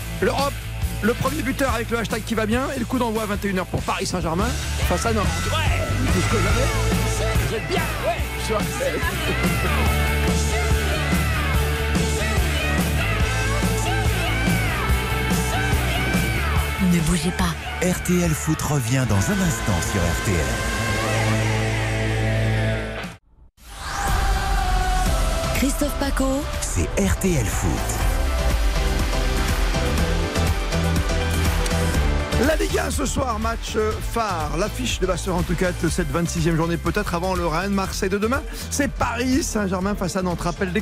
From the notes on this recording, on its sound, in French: en direct du Parc des Princes